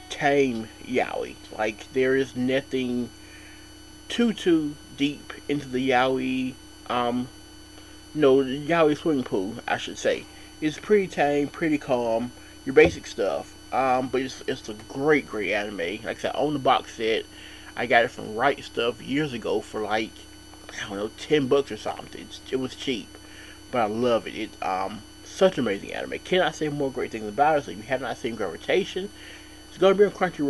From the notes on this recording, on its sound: Sorry for the weird noise in the background.